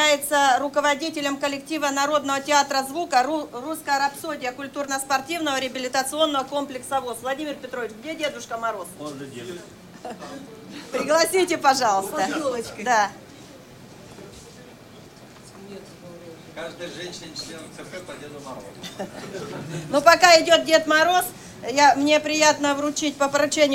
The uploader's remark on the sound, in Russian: Трансляция торжественной части итогового заседания Центрального правления ВОС 2015 года. Запись прямого эфира.